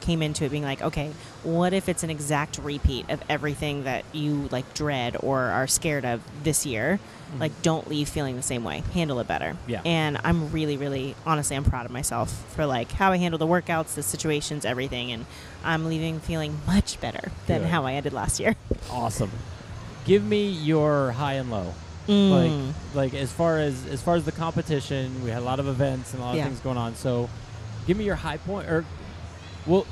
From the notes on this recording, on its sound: LIVE from the CrossFit Games. In Vendor Village of the CrossFit Games.